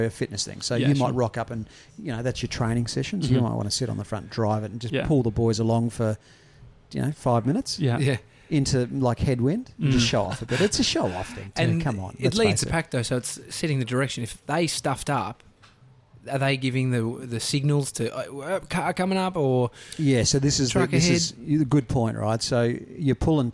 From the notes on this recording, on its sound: Live from a cafe!